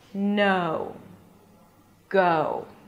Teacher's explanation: And you don't see a lot of jaw movement here. You got to loosen your jaw and then close it slightly to the oo sound. · Term: diphthong